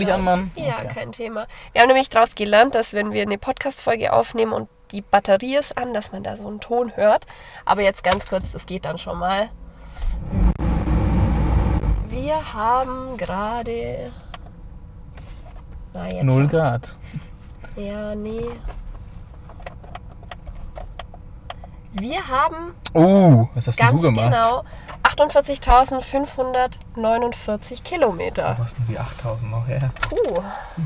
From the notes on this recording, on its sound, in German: Das Setting bei der Aufnahme der Folge dürfte ungewöhnlich sein: so klären wir, warum wir während der Aufnahme in einem Citroen C1 sitzen